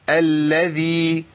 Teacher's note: ما قلتش الذي. اللام عندي مشددة.